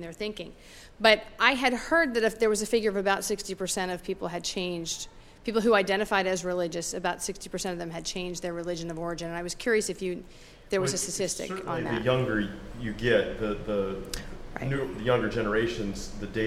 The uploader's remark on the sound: This is a recording of the panel discussion and Q&A from the Washington DC screening of Cut. The screening took place at Georgetown University.